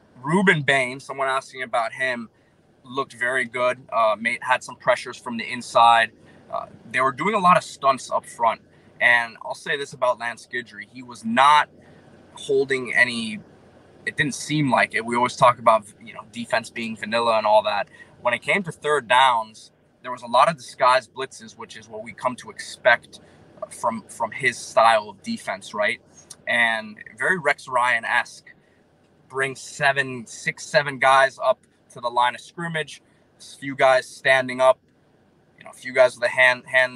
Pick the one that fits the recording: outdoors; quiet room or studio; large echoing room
outdoors